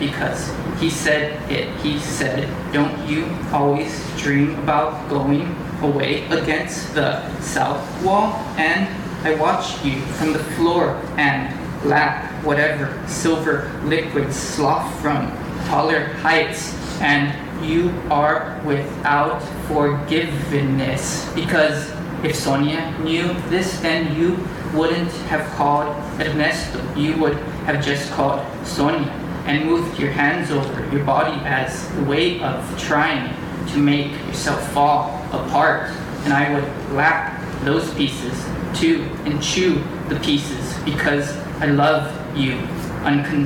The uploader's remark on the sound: Recorded March 23, 2015 in Meyer Auditorium at Lake Forest College.